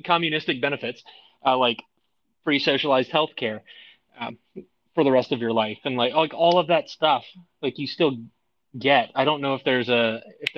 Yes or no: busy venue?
no